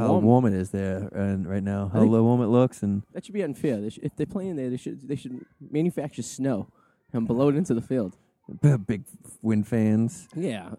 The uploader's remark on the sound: Live at the Revere Comfort Inn Lobby watching the Patriots Broncos AFC Championship live while recording. While there is screaming kids in the background.